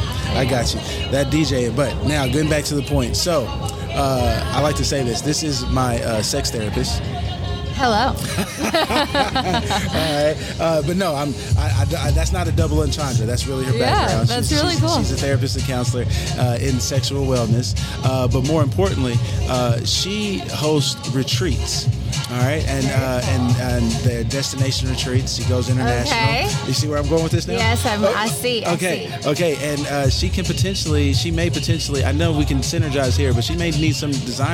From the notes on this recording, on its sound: Live on the scene, chocolate art show interviews. Chocolate Art Show Interviews Sounds of the Event.